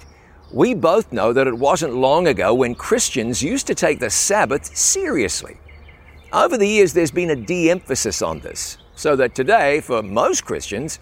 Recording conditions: outdoors